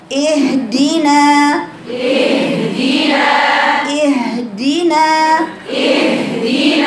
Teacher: طولي طولي في الهاء، طوليها رخوة. وما تقطعيش صوت الهاء عن الدال